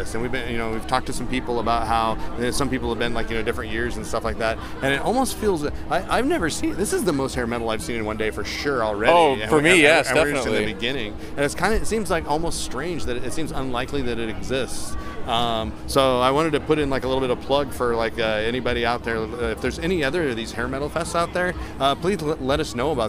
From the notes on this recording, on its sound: Record live from the 10th annual Rocktemberfest in Hinckley, Minnesota! They chat with concert goers.